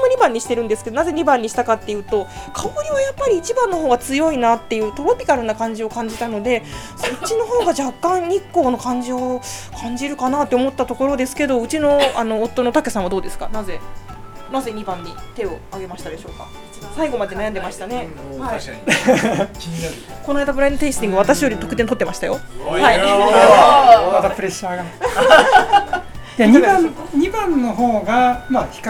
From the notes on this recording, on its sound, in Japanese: 水天宮アフリカーさんにて公開収録。世界のアルバリーニョを飲もうの会。